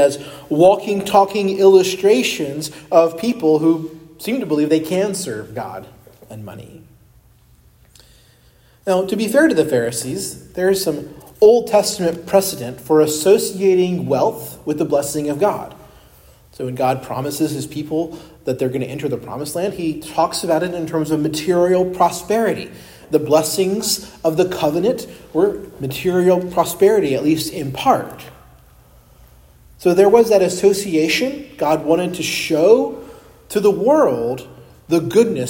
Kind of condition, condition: setting, large echoing room